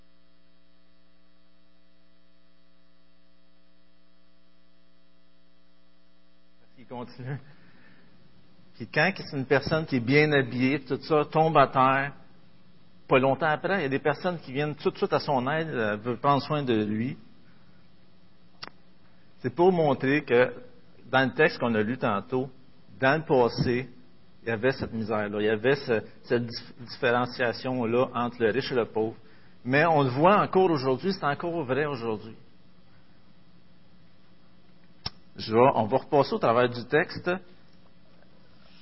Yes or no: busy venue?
no